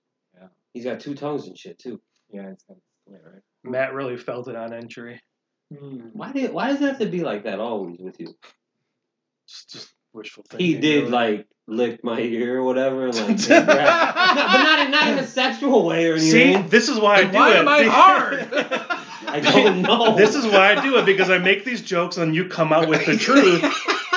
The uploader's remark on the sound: Sorry if the sound quality is a little wonky still. We’re still trying to work things out with the new equipment.